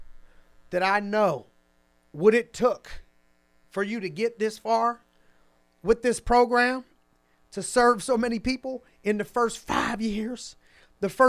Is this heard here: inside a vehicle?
no